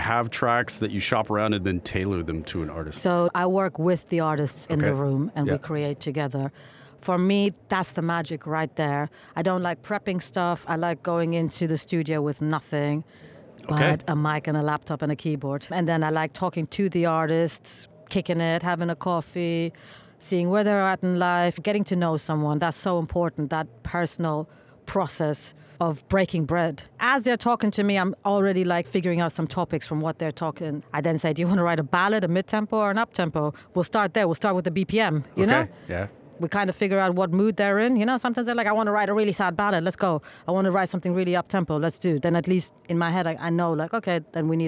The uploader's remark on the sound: London Podcast Show. This episode was recorded at the Shure booth of the very loud trade show with the SM7B microphone.